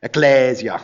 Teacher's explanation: the emphasis should be on the second syllable